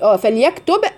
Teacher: الباء هنا مقلقله طبعا لان انت وقفتي عليها